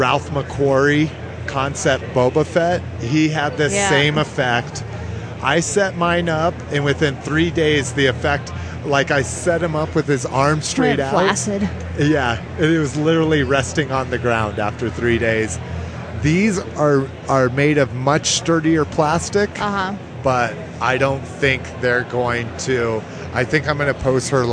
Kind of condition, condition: setting, busy venue